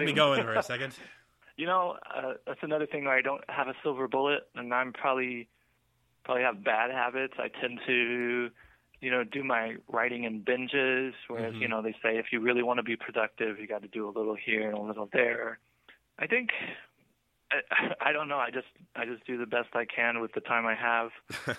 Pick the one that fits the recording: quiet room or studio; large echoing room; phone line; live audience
phone line